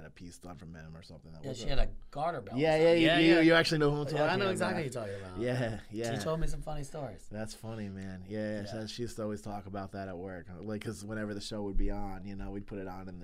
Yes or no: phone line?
no